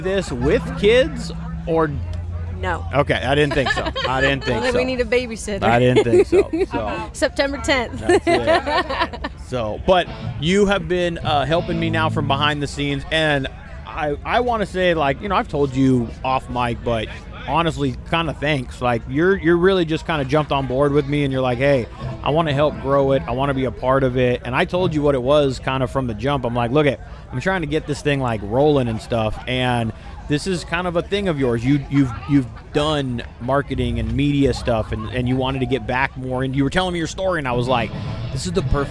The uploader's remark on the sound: Live from Live Fast Rally. I was invited to set up a booth the Live Fast Rally 4 and it did not disappoint.